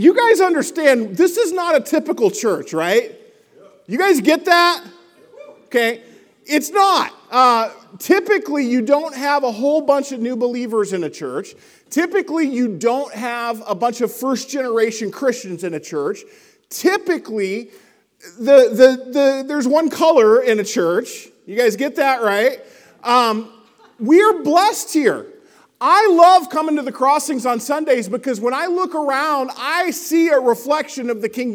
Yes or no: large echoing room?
yes